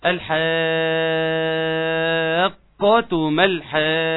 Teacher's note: المجهود اللي بعمله ده ان انا قاعد اشتغل في تشديد القاف